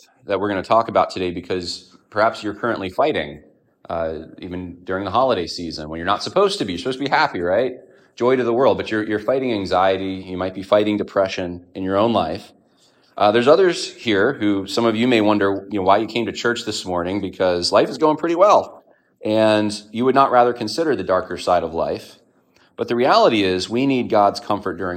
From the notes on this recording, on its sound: A sermon delivered on 12/10/2023 at Evangelical Fellowship Church